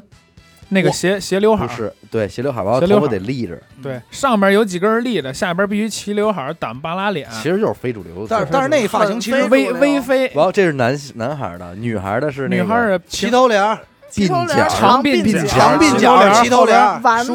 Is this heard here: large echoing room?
no